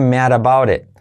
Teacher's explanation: la D se convierte en R suave